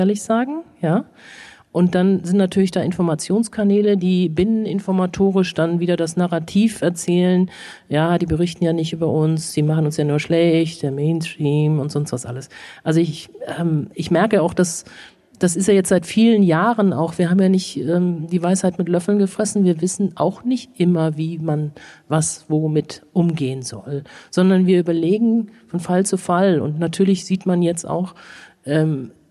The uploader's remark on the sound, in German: Das befanden in der Dresdner Frauenkirche auf einer Podiumsdiskussion zum Thema "Die AfD und die Medien". Während der Debatte wurde die neue Folge des Podcasts "Debatte in Sachsen" aufgezeichnet.